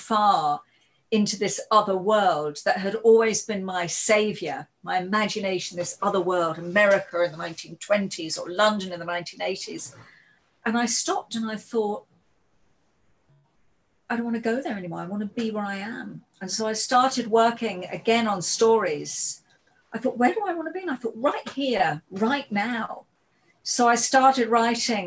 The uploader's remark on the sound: joined us for a Zoom workshop